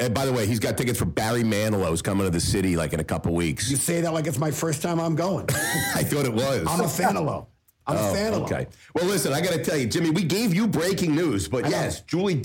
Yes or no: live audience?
no